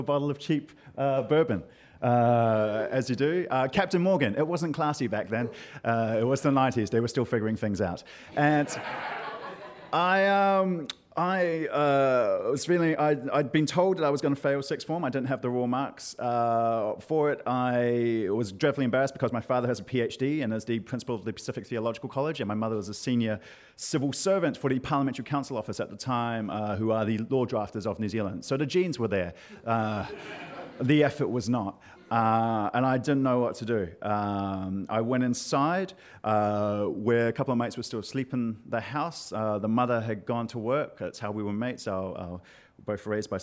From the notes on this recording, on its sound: AUCKLAND ISSUE. In front of a live audience.